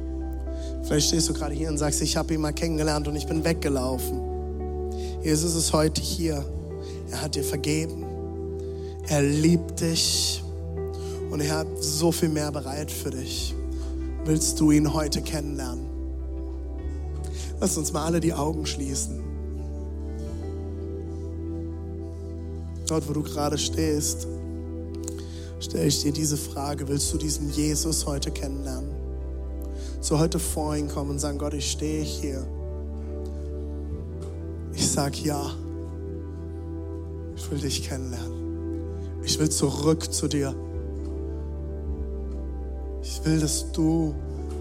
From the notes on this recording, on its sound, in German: Zeal Church Dresden. Audiomitschnitt der Predigt.